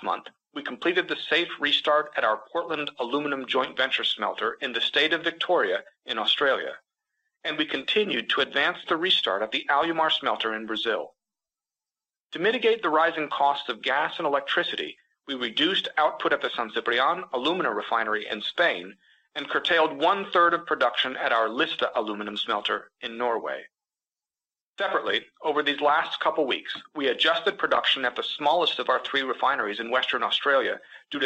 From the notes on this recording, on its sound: highlights from Alcoa’s Q4 2022 conference call